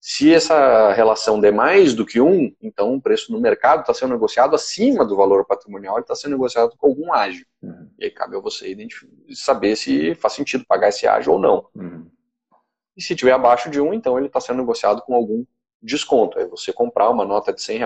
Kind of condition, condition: link, video call